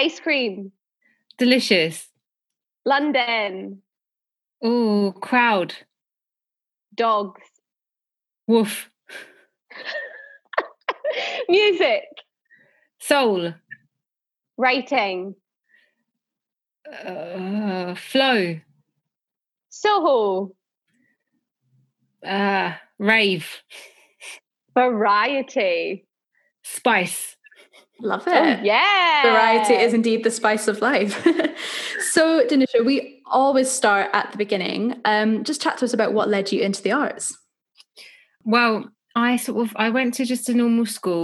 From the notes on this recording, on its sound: This episode was recorded over Zoom